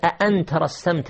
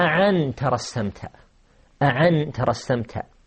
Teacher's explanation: هناك لهجة عربية وهي يعني مشهورة، وهي عنعنة، وهي العنعنة، يقلبون أو يبدلون العين الهمزة عينا، فيقول الشاعر أأن ترسمت من خرقاء منزلة، أأن ترسمت تنطق أعن ترسمت، أعن ترسمت تبدل الهمزة عينا · Shown in: second take